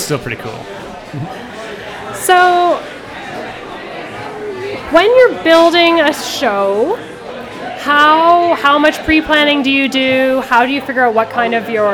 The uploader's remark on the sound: On the Scene is live from Jane Bond!